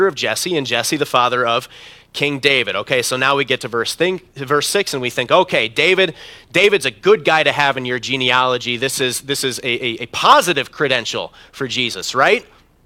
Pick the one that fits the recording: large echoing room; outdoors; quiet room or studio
large echoing room